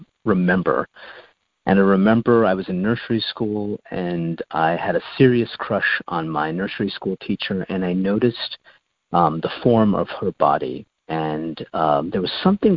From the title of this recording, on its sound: Monday Noon Phone Speaker Series